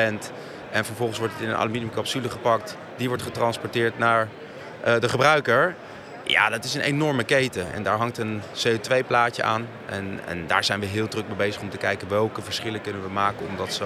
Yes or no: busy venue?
yes